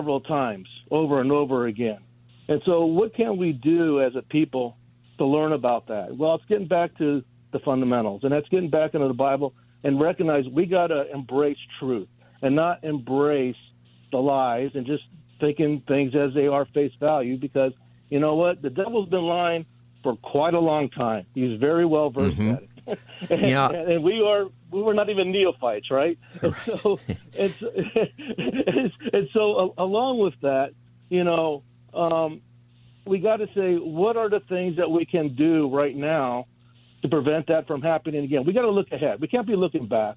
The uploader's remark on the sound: Open Phone Friday. Taking calls on any topic.